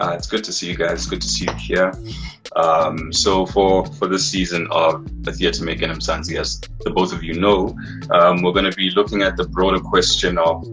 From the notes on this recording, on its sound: recorded on Instagram Live on the 9th of October 2020